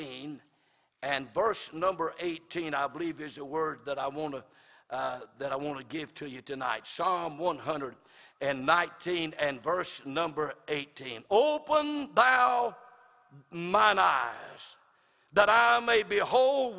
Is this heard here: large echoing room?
yes